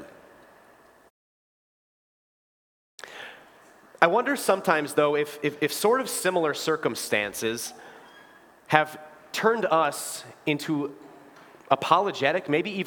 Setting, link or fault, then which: setting, large echoing room